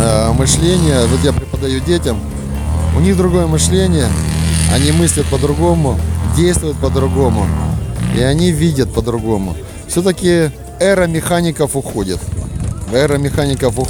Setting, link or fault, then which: setting, outdoors